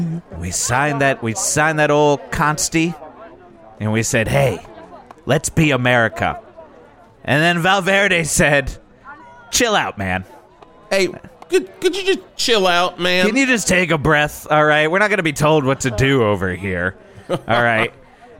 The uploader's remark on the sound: live from Verde Square for the 41st Val Verde July 17th 1982 Patriotic Parade!